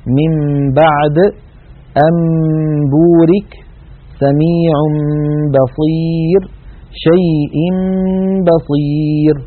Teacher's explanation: نلاحظ الحكم الثالث، القلب هو في اللغة تحويل الشيء عن وجهه، واصطلاحا هو قلب النون الساكنة أو التنوين عند الباء ميما مخفاة بغنة